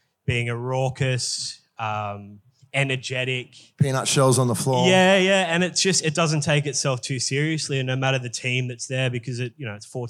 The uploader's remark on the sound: This episode is a recording of an interesting one on one chat I had up in Brisbane last month for Paramount Liquor’s Future Proof event